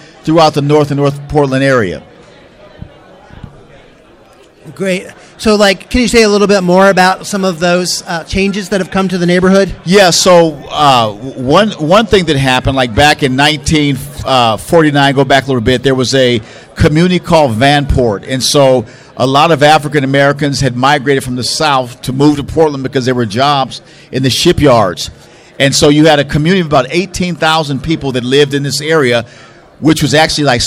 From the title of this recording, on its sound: Live at CCDA